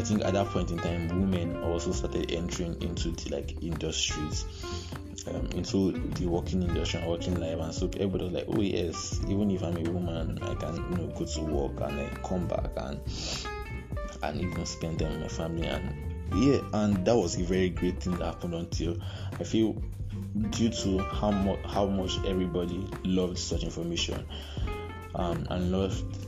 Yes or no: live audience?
no